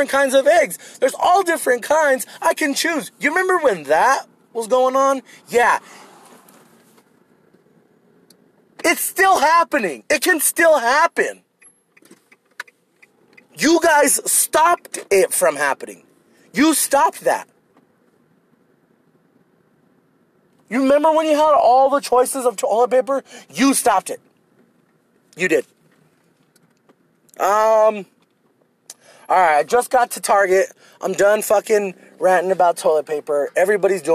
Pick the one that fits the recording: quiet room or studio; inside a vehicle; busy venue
inside a vehicle